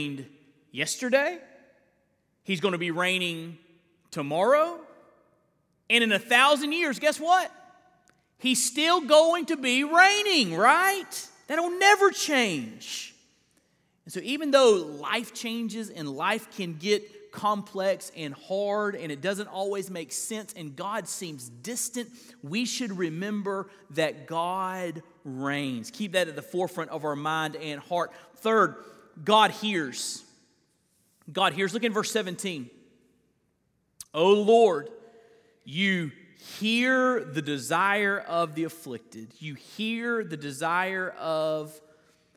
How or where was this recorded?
large echoing room